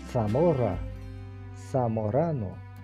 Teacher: o Z tem esse fonema mais interdental